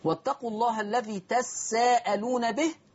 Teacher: حفص هيقرأ بتخفيف السين. واتقوا الله الذي تساءلون به، قرأ ورش بتشديد السين.